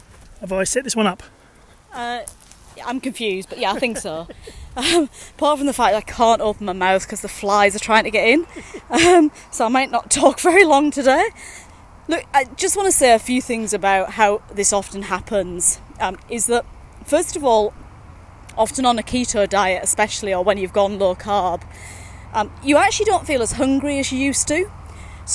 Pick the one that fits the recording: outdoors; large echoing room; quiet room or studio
outdoors